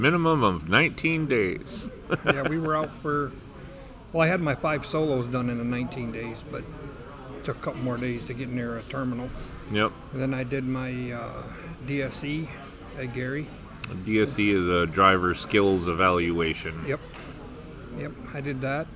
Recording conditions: busy venue